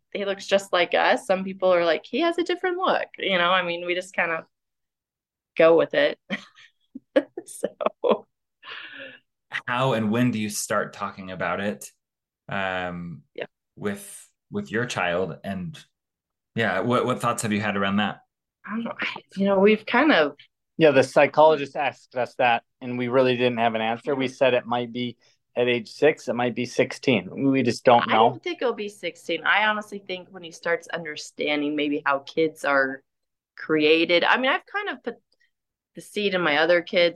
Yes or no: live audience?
no